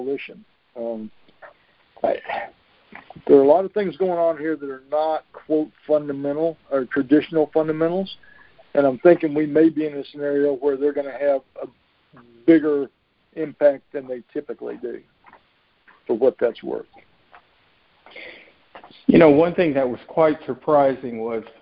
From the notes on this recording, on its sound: Monthly Conference Call On Cotton.